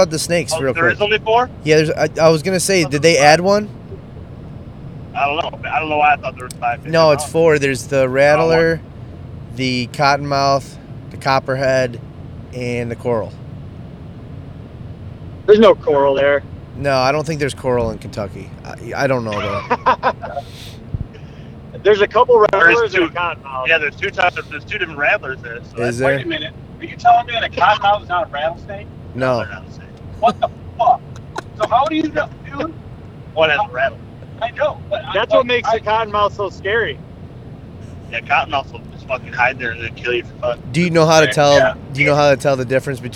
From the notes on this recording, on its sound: We are on our way to our 1 week in November public land hunt and recorded our first episode of the trip in our vehicles.